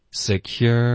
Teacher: 你这个 R 的音要嘟嘴和卷舌